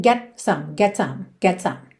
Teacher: não dá tempo de você fazer um T marcadinho, mas você também não pode comer o T, ficar get some, ok?